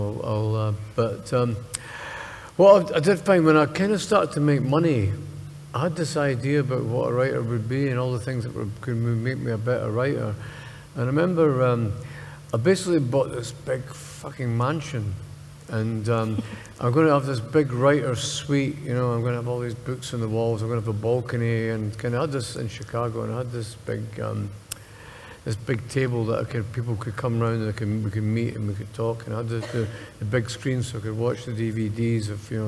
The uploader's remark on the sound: We revisit the fifth show of Common People Live at the Edinburgh Fringe.